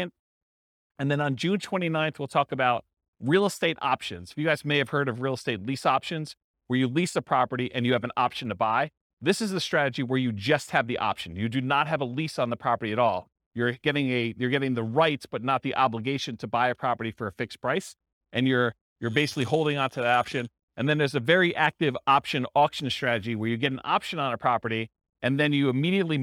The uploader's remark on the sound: This was a live class recorded